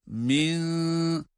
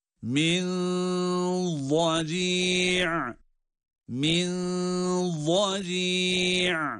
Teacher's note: Nun harfi incelik sıfatına sahip olması itibariyle gizlilik sesi de, ihfa sesi de ince okunmalıdır. Evet. Nun harfi gizlendiği zaman da yine ince olarak okunmalı.